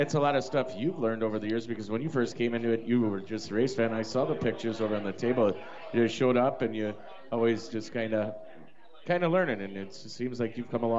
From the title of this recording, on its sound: Trackside Live 21 Pub